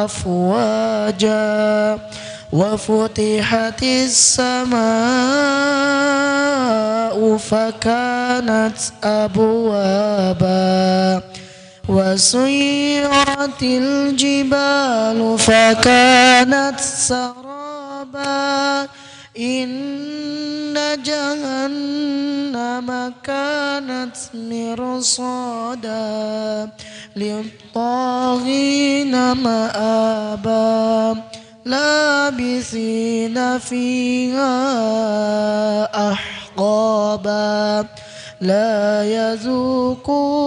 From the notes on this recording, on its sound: LIVE dari Masjid Daarut Tauhiid Bandung